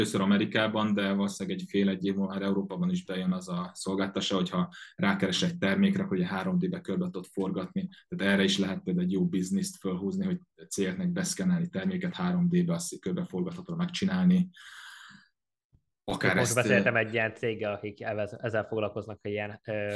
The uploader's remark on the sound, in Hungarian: az interjút ONLINE rögzítettük